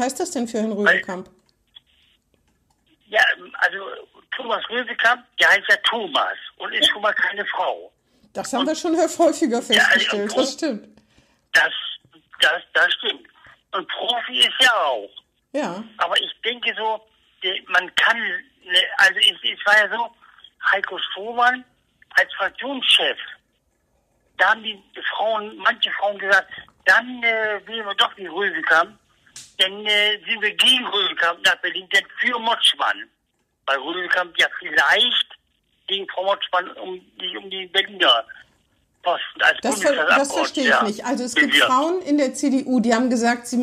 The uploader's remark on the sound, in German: Findet urlaubsbedingt in dieser Woche wieder per Telefon-Schalte statt. Dieses Mal zur Hälfte live aus Wien.